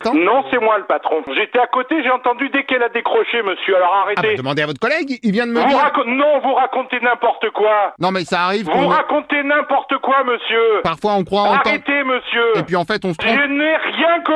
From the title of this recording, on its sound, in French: L’appel trop con de Rire & Chansons